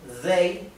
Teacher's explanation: la TH sería como una D arrastrada, ¿verdad? Y lo represento como una D y una H.